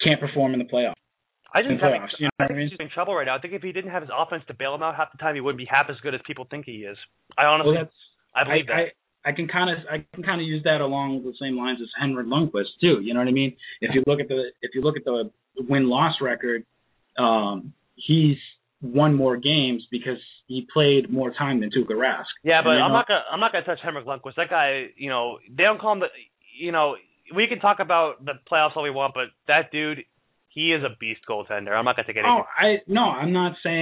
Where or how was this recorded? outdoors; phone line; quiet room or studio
phone line